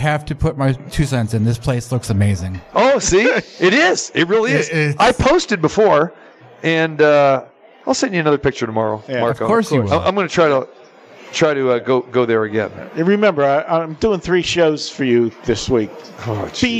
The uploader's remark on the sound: Live from the Super Book at the Westgate Las Vegas